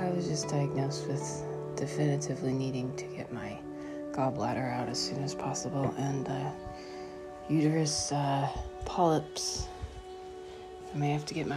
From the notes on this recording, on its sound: I recorded this with my other phone today as it was happening.